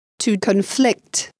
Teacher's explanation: Займемся теперь словами, которые играют роль глагола или существительного в зависимости от ударения в слове. В случае с глаголом ударение падает на второй слог.